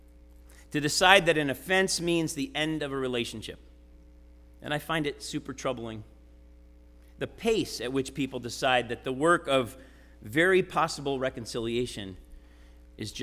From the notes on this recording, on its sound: Sermon preached at RCHP on September 10, 2023.